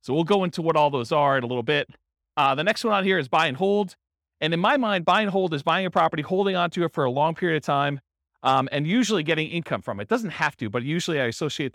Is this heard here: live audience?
yes